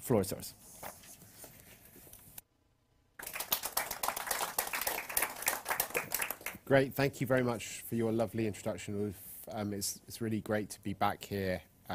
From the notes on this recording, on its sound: This is a recording of a NUPI seminar held on 16 March 2022.